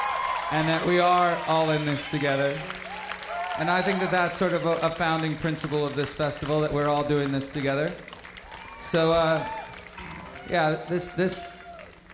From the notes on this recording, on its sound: live at the 2011 Newport Folk Festival in Newport, R.